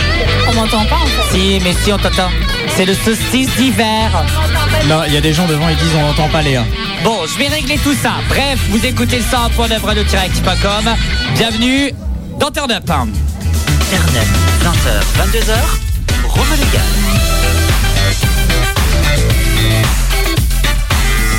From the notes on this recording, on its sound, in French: En direct du café de la mairie pour la fête de la musique